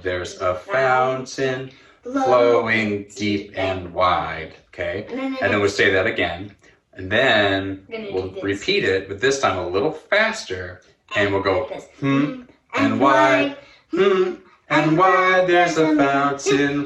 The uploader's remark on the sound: Our zoom streamed service